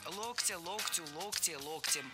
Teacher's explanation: В единственном числе ударным остается корень слова